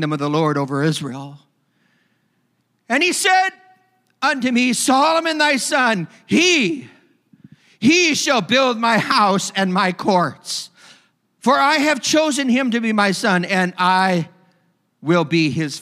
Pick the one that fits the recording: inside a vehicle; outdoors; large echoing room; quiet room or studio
large echoing room